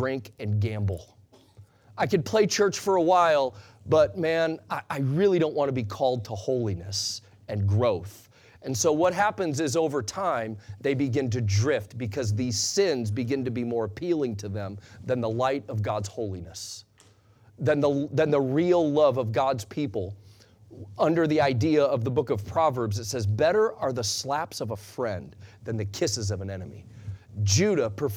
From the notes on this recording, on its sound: Sunday Morning Sermon Audio